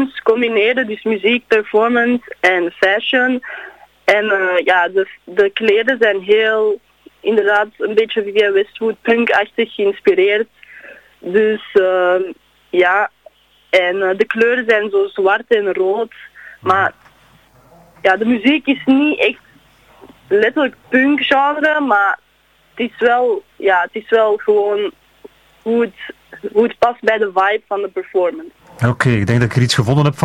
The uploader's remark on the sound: Punxtatik in het Zuiderpershuis. Die we bellen voor tekst en uitleg.